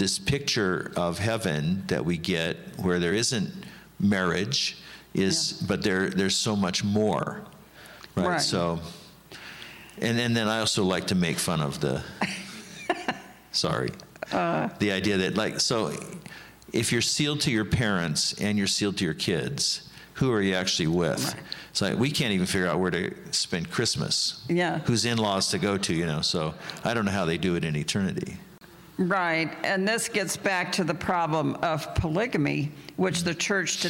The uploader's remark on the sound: interview conducted at the 2019 Faith After Mormonism Conference